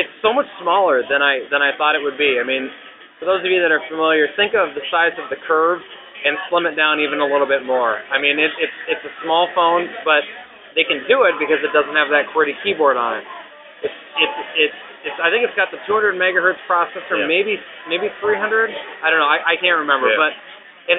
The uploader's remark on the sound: AZ Mobility Today Meetup. We had the opportunity to meet up for a drink and we recorded this great impromptu show. Please excuse the sound quality, but on the fly, it isn't bad!